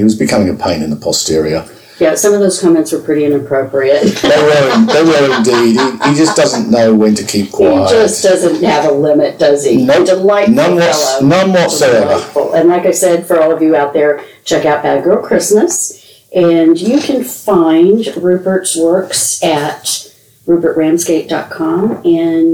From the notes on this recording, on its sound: The audio on this episode is not up to the normal standards.